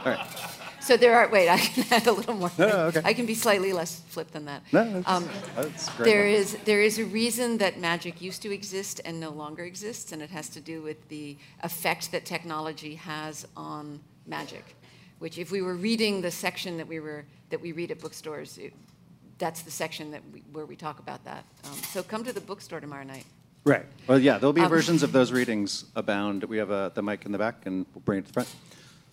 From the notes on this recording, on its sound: In a special daytime event. As part of The Long Now Foundation's “Conversations at The Interval” Salon Talks. These hour long talks are recorded live at The Interval, our bar, cafe, & museum in San Francisco.